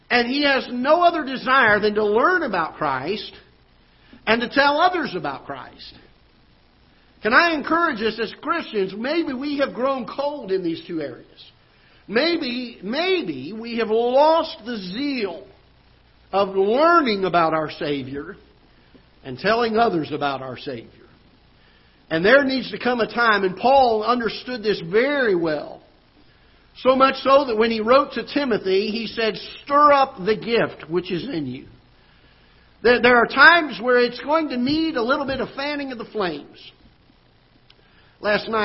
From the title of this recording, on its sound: Ketha Heights Baptist Church ~ Live Broadcast